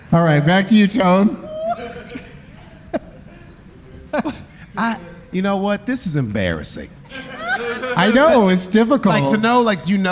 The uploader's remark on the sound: Live from the Cap City Comedy Club in Austin.